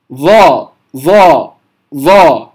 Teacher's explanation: لما ننطق الظاء نجد أن طرف اللسان أقرب ما يكون لأطراف الثنيتين العليين · Term: الظاء المشالة